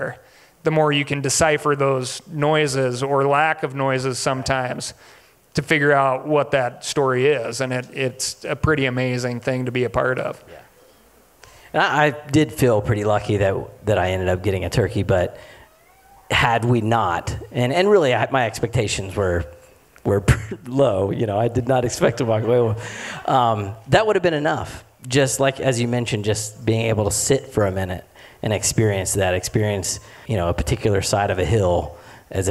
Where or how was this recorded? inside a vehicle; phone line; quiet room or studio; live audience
live audience